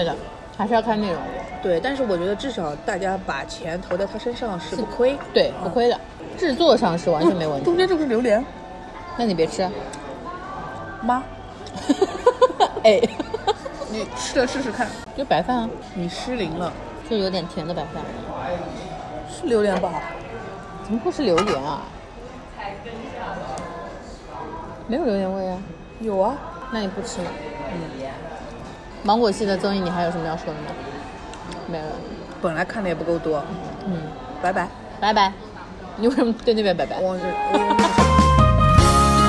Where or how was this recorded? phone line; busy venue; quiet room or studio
busy venue